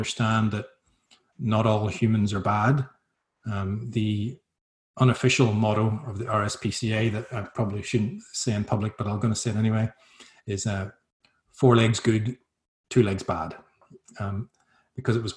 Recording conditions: video call